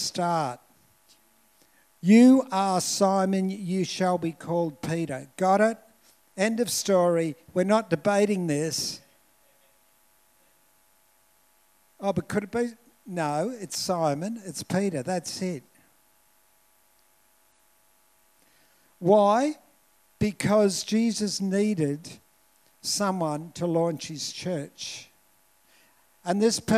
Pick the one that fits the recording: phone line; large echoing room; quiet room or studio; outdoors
large echoing room